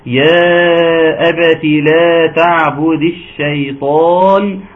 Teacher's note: مد منفصل يمد مقدار أربع حركات وخمس حركات، إحنا واخدين أربعة ماشيين عليه.